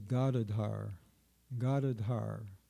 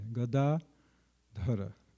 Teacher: Actually, it's Gadadhara. It's only the second syllable that has the long A. · Shown in: second take